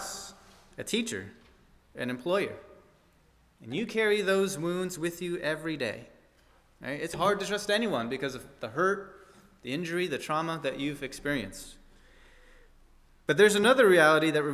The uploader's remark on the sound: at First Baptist Church in Delphi, Indiana